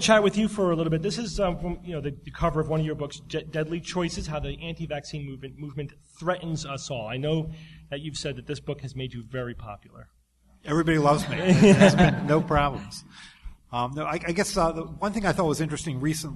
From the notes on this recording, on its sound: Live from NECSS 2014. Live Q&A.